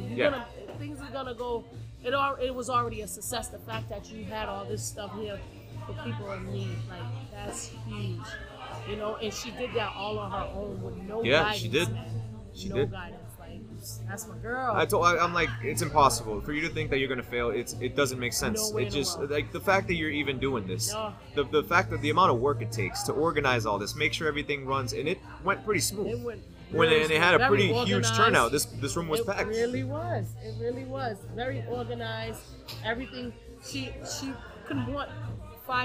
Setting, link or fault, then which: setting, busy venue